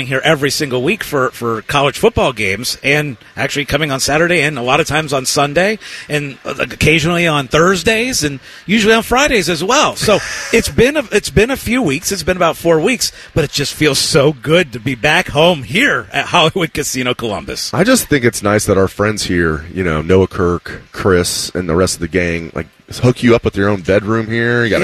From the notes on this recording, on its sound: live from Hollywood Casino